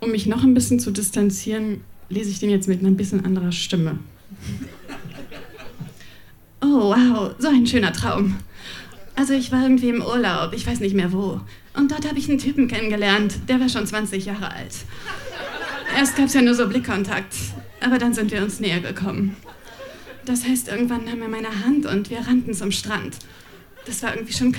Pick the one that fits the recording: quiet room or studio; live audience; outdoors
live audience